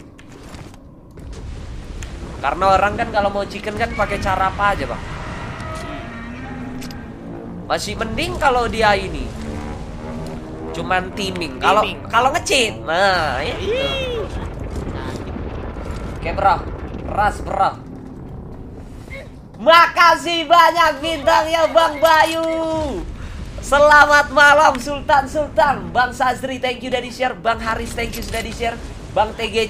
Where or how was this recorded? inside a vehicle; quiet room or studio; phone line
inside a vehicle